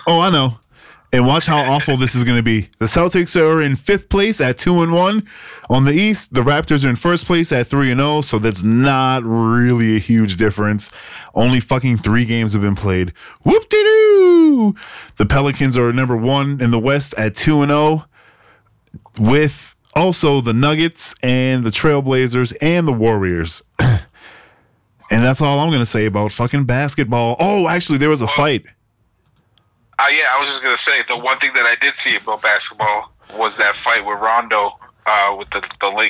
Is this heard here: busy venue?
no